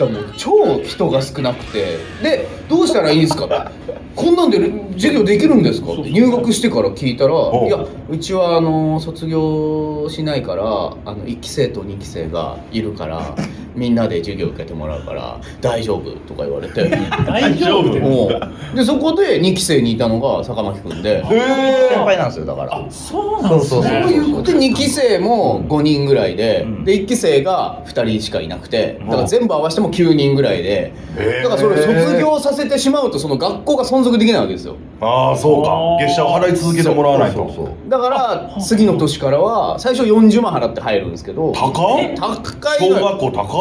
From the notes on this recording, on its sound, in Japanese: 公開収録。